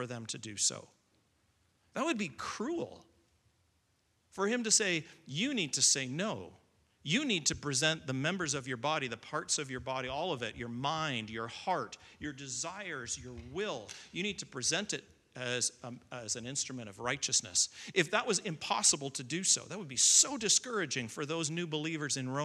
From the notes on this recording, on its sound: Recording of Sunday morning service